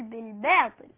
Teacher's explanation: قال لنا هنا الشدة في حرف الباء والجيم، الجيم دي هينتقل عليه، بس قال لنا هنا اتوسط لهم بقى هنا، يعني الباء هنا والجيم اهي بس من وسطهم بقى، قال لنا ادالنا تنبيه في الوسط، قالنا ان الباء دي حرف مجهور، حرف شديد